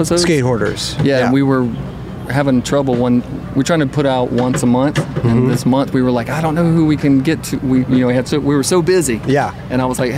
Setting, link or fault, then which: setting, busy venue